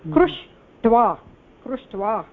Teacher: कृष् योगः त्वा इति रूपमस्ति, षकारस्य प्रभावेण यः दन्त्यतकारः तत्र अस्ति, दन्त्यतकारस्य स्थाने मूर्धन्य टकारः आयाति, कृष् त्वा, कृष्ट्वा इति रूपम्।